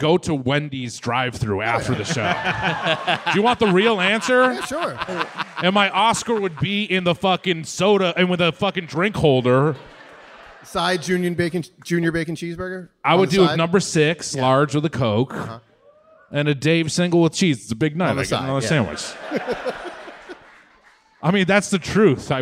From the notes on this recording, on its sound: Recorded live at the 9:30 Club in Washington DC on June 8, 2023.